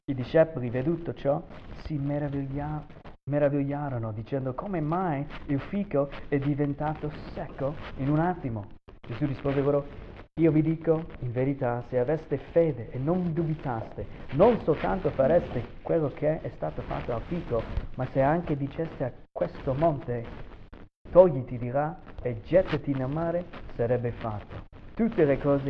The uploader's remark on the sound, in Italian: ci scusiamo per la pessissima qualità del audio questa volta (problemi tecnici)